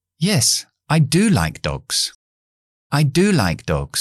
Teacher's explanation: poner la palabra do dentro de la frase afirmativa pero es muy importante que le pones énfasis a esa palabra. Ya no puedes debilitarla por ser tú enfático. · Term: do enfático